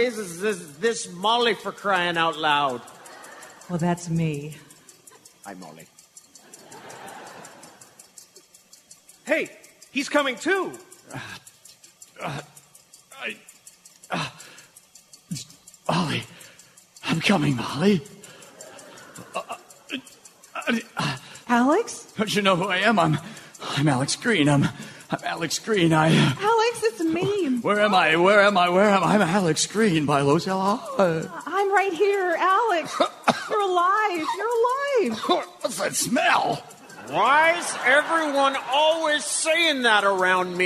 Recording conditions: live audience